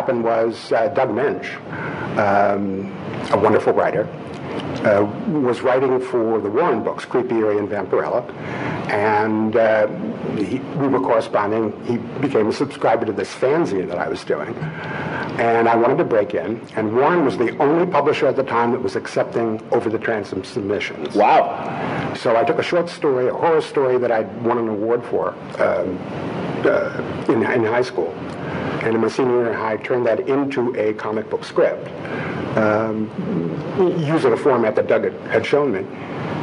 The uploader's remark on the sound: Live From Cincy Comic-Con.